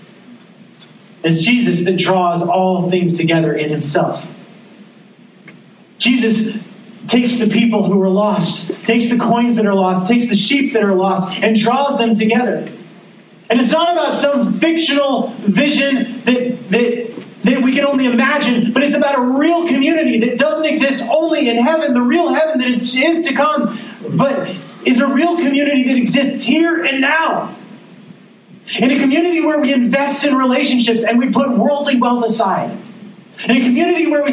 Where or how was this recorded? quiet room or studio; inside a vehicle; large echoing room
large echoing room